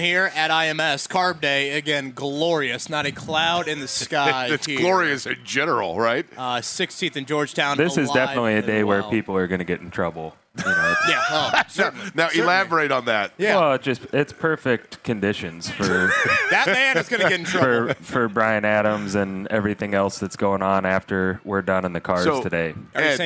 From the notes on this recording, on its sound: LIVE AT CARB DAY.